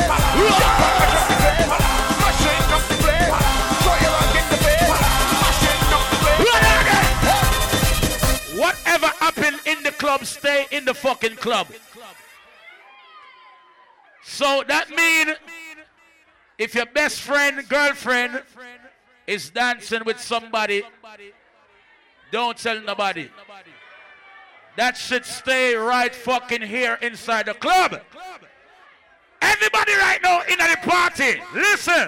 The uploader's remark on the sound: LIVE AT ISLAND SATURDAYS ON FEB 16TH